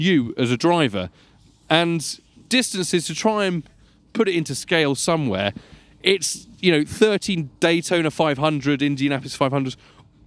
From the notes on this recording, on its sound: Live From The Dakar Rally. Recorded at the bivouac.